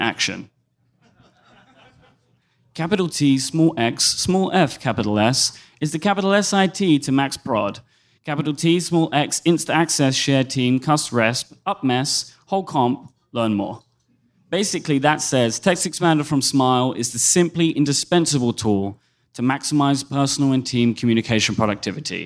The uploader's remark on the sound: The Relay FM family comes together in San Francisco to discuss the WWDC announcements in front of a live audience.